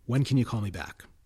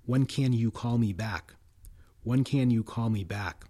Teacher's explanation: Normally people would use the weak form of both of those words, can and you, especially if you know the person very well.